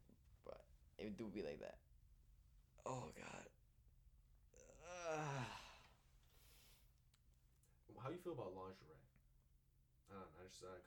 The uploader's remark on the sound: We finally meet up in person and record after so long! The energy is a bit over the place and some audio issues.